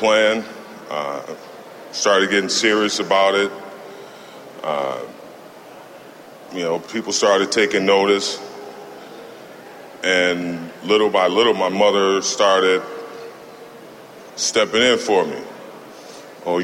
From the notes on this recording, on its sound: From the 2016 Cannabis Collaborative Conference in Portland